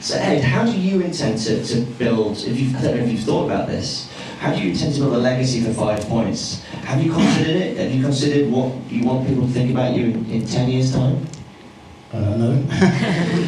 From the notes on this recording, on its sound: hosted a panel talk at a bar called Five Miles in Tottenham, North London